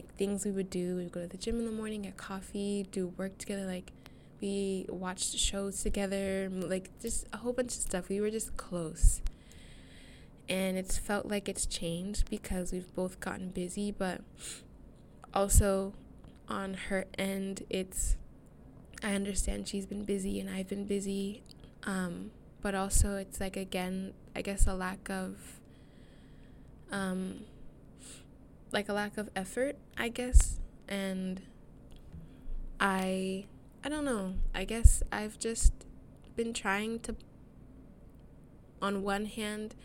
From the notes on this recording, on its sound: I'm so sorry for the wind sounds, aghhh I lost my fluffy mic thingy